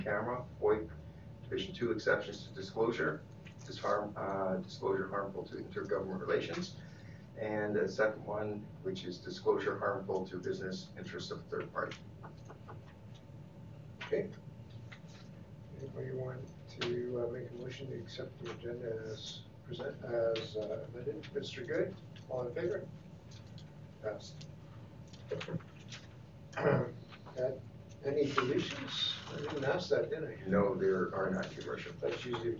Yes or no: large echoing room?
yes